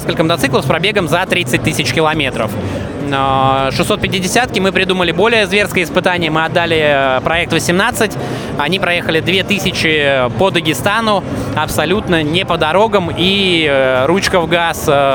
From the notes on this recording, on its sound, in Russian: Выставка "Поехали 2022". Записано в мобильной студии радиостанции. В Экспоцентре на Красной Пресне (Москва).